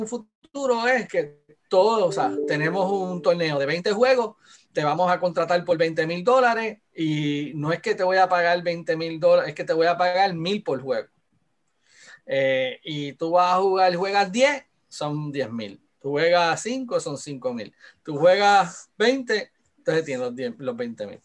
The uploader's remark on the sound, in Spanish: a través de la plataforma Zoom